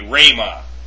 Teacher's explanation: When used with rho, however, the rough breathing is generally not pronounced. So that would be rhema.